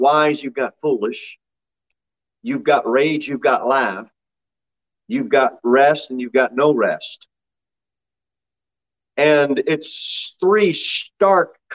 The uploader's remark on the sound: Sermon delivered at Pilgrim Baptist Church on Thursday, March 3, 2022, at 6:15 pm.